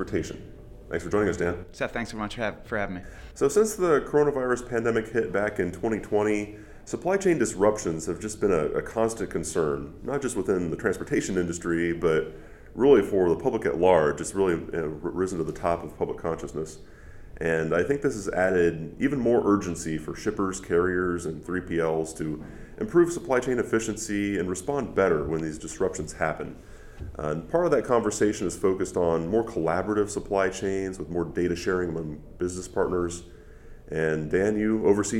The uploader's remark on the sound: at the Trimble’s Insight Tech Conference